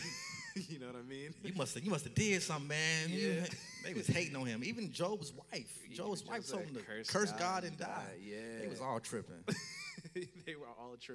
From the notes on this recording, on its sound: Stand Firm Tour Toronto Live Show